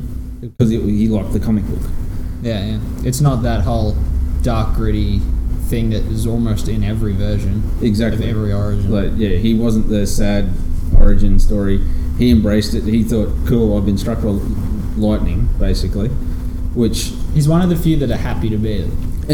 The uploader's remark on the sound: As we sit around a table. In this weeks podcast we headed back down to our local comic shop Mac's comics and collectables and had a chat.